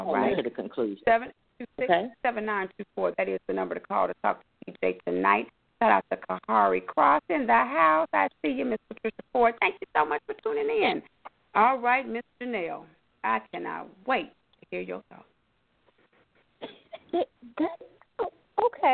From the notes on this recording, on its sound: your phone calls, comments, questions